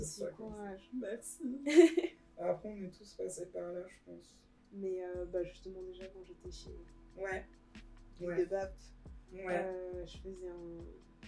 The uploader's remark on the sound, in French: Excusez nous d'avance pour les bruits parasites présents dans cet épisode... On a vraiment enregistré au feeling et sans réfléchir !